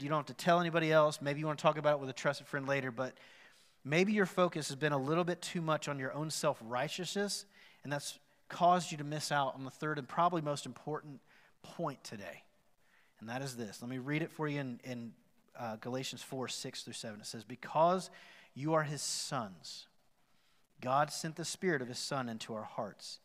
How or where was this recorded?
large echoing room